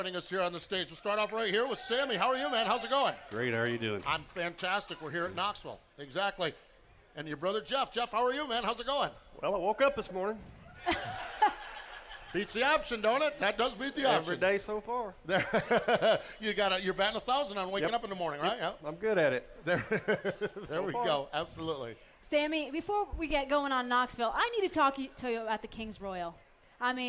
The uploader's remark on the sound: Live from the 59th Annual Knoxville Nationals